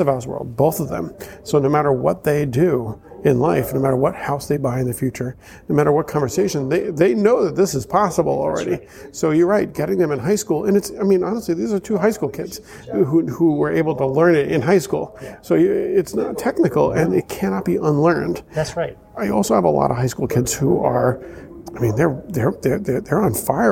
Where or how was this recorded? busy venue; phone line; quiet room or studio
busy venue